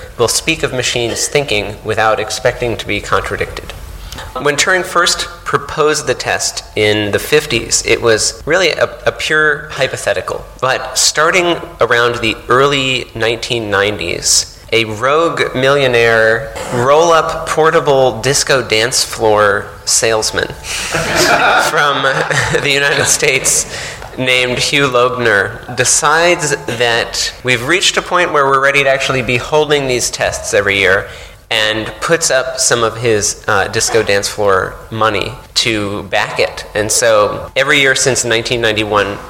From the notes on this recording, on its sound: Recorded live at the Bristol Festival of Ideas at the Arnolfini Centre earlier this year.